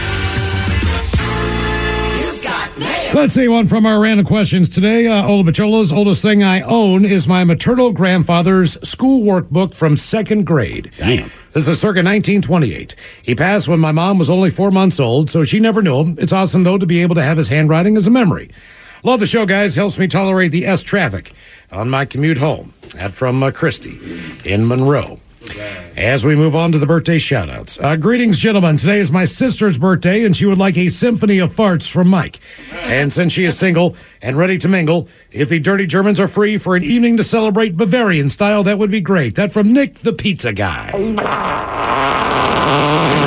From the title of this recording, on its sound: Special Phone Call!